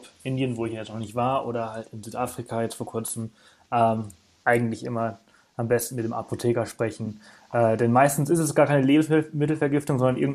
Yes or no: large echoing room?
no